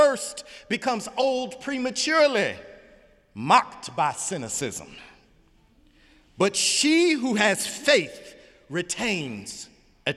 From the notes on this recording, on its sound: Easter Sunday sermon April 1, 2018 in the Memorial Church of Harvard University